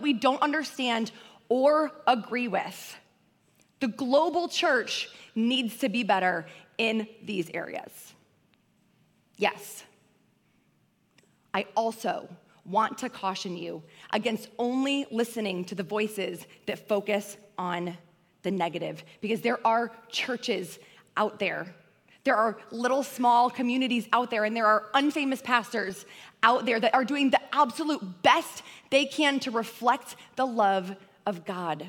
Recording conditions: large echoing room